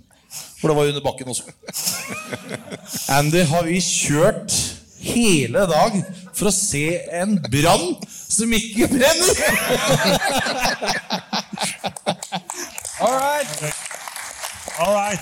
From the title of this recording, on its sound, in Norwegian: Påskeshow Live fra Rockefeller